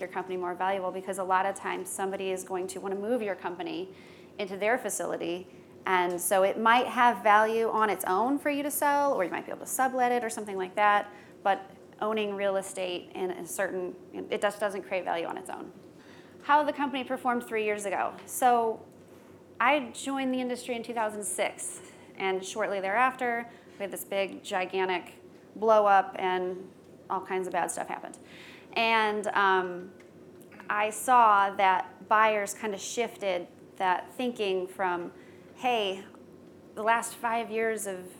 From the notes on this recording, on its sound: Today's skucast episode was recorded at skucamp